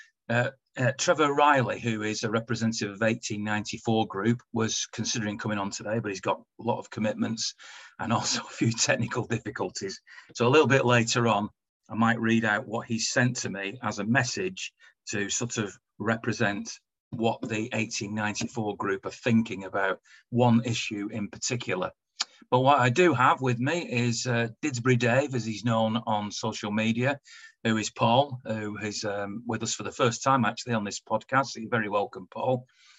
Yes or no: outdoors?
no